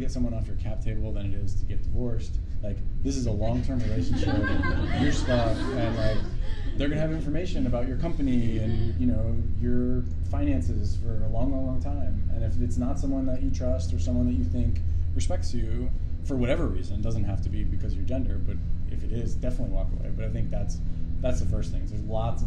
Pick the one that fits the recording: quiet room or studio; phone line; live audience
live audience